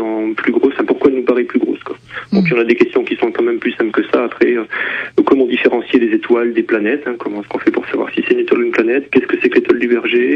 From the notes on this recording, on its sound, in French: Photographe (par téléphone)